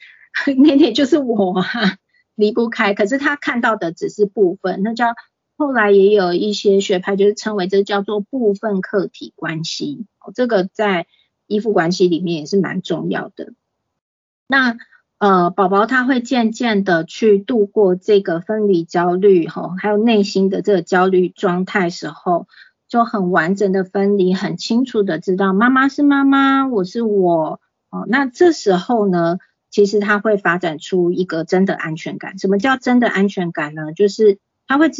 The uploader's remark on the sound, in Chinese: 此為線上課程錄音檔！